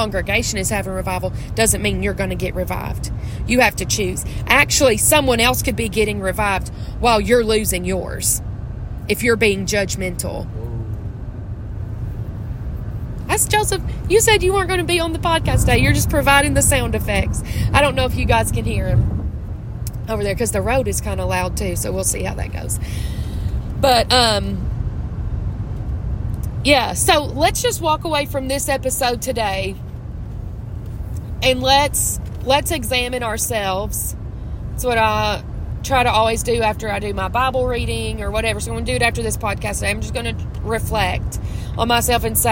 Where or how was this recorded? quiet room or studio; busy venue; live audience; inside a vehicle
inside a vehicle